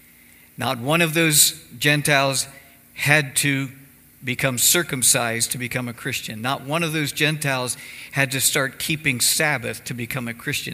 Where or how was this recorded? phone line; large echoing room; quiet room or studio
large echoing room